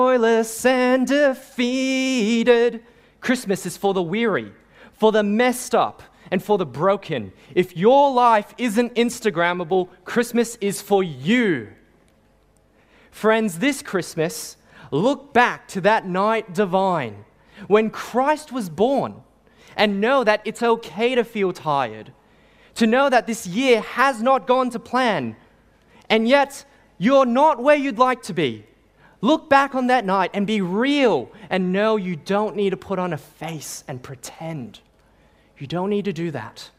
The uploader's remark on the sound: Sermon preached on 24 December 2021 at St. Paul's Anglican Church.